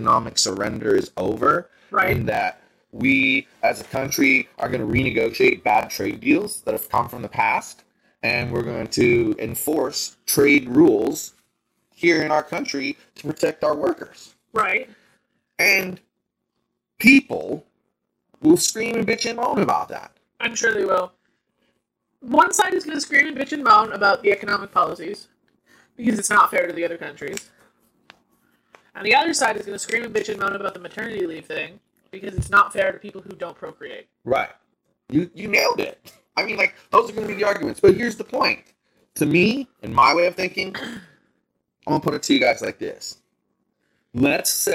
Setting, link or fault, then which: fault, poor sound quality